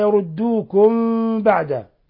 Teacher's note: ميم ساكنة جاء بعدها الباء، الحكم التجويدي إخفاء شفوي